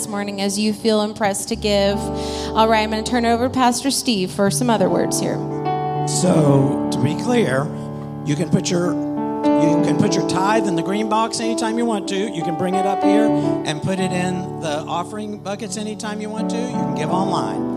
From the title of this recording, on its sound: Full Sunday Service